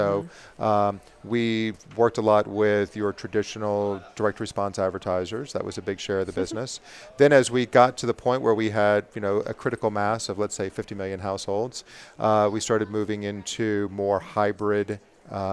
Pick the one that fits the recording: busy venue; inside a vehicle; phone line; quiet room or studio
busy venue